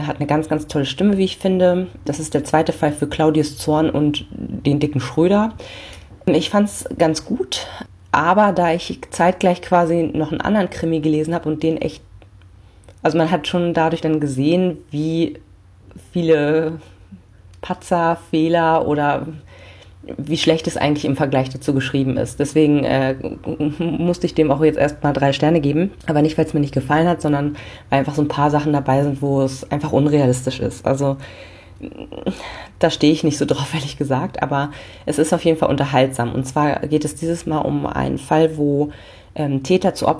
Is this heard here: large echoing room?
no